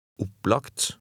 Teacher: At the end of some words, as in number 11, G in front of T is pronounced like a K